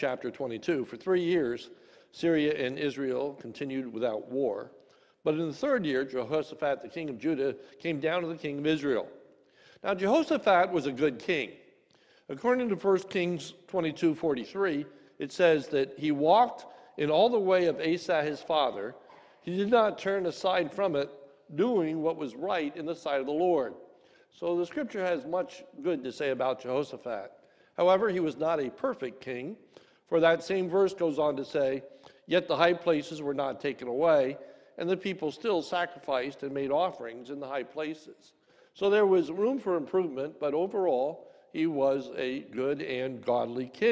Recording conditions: large echoing room